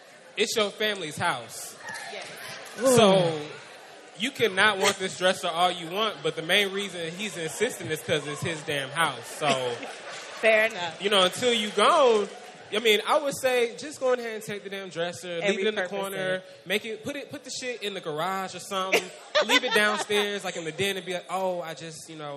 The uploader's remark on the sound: 3-Year Anniversary Live Show in NYC.